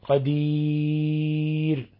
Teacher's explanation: يجوز أن تقرأ بالقصر قدير، وبالتوسط قدير، وبالإشباع أي ست حركات قدير · Term: العارض